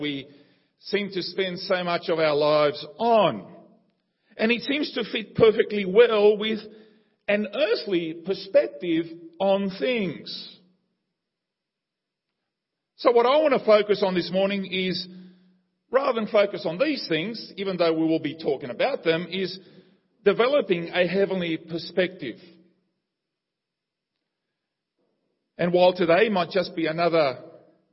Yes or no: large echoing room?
yes